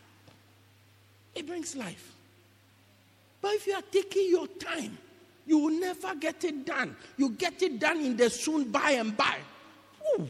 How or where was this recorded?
large echoing room